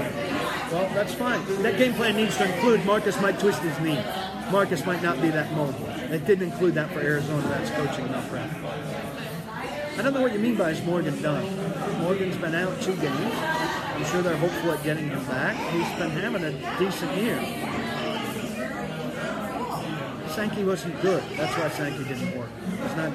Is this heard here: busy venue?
yes